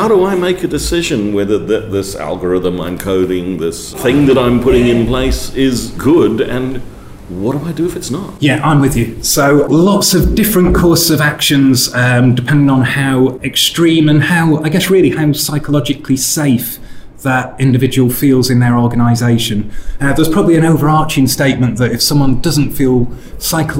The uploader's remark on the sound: In this episode recorded at QCon London 2019